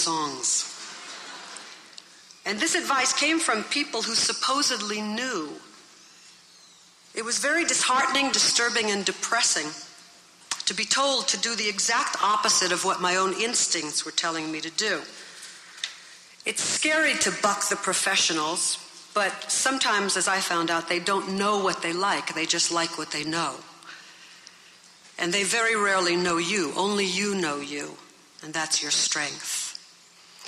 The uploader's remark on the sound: recorded at the Academy of Achievement's 1992 Summit in Las Vegas, Nevada